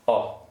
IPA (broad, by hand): ɔ